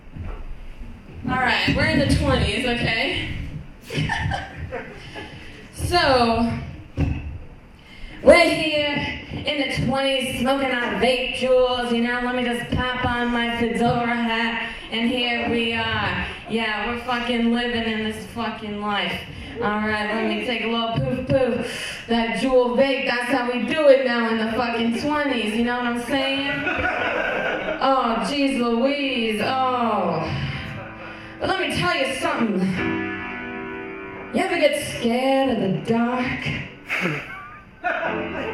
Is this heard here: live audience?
yes